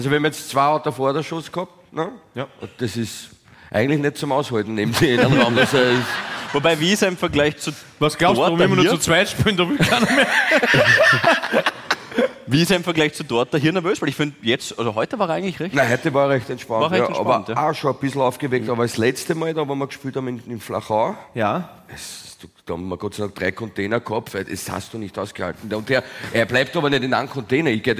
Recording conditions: live audience